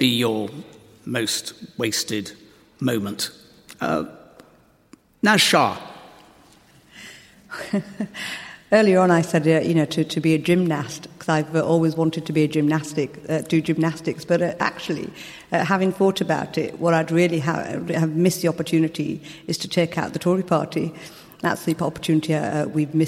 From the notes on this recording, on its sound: Political debate and discussion from Leeds Minster with a panel.